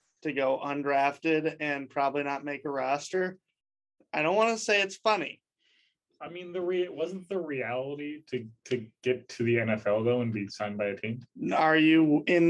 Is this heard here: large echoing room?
no